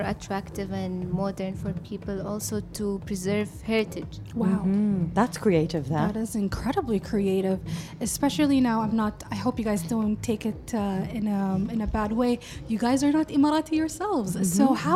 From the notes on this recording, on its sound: Live from SHD 2023. UOS College of Fine Arts and Design.